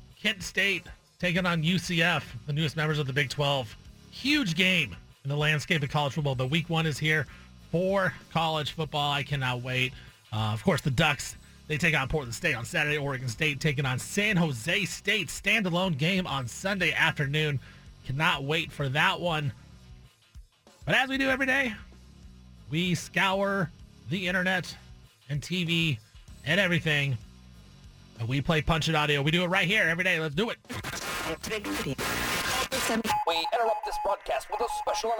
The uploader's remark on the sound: calls in live from Salt Lake City and Rice Eccles Stadium